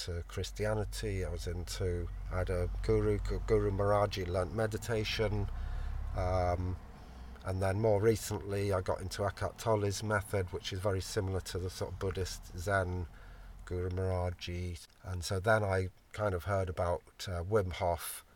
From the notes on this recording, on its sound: Jamming In The Van.